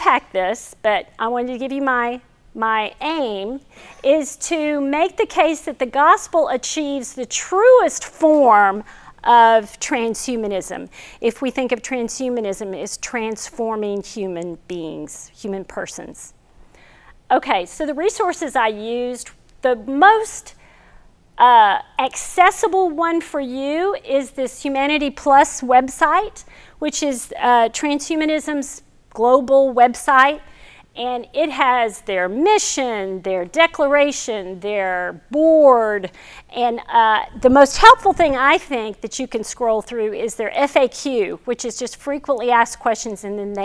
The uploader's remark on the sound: This video is from our 2021 Fall lecture series